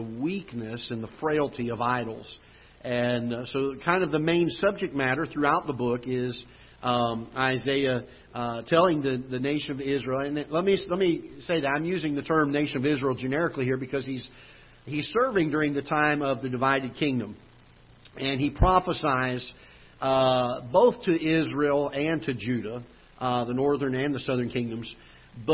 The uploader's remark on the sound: Ketha Heights Baptist Church ~ Live Broadcast